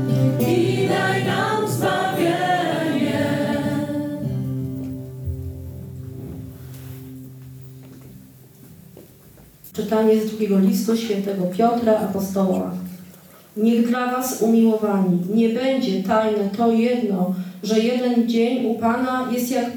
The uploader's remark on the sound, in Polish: Liturgii Słowa nagranej w Bojanie podczas spotkania Koinonii